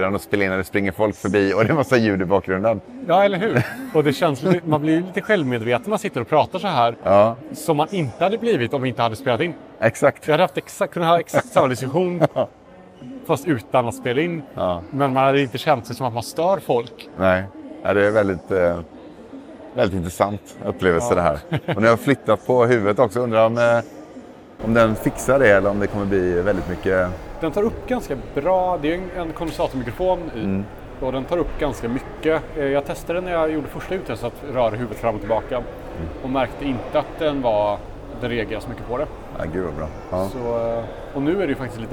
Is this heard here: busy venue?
yes